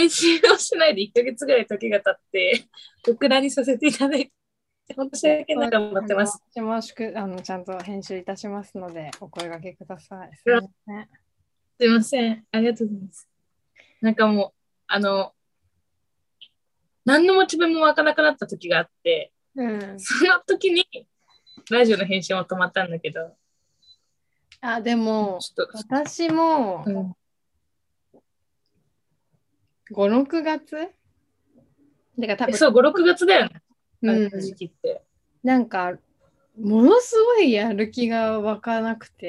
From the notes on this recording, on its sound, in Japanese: 東京と富山でzoomにて収録。